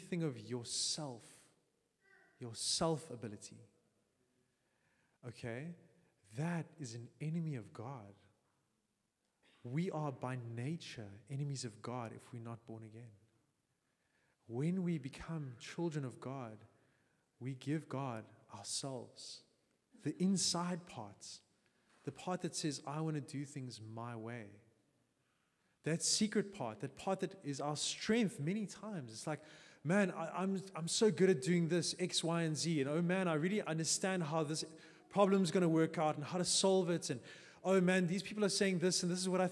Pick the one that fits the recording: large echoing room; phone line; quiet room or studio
large echoing room